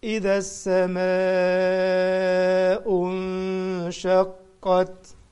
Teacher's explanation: سماء دي مد متصل، لأن الهمزة اتصلت بحرف المد في نفس الكلمة. كلمة السماء فيها المد بالألف وفيها الهمزة بعديه في كلمة واحدة، فبنمدها أربع حركات، تعد أربعة كده وانت بتنطق.